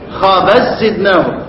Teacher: الادغام هنا طبعا ادغام كامل، ذهاب الحرف والصفة معا، يعني العملية اللي انت بتقوم بها بتشدد الايه، بتشدد الحرف الثاني.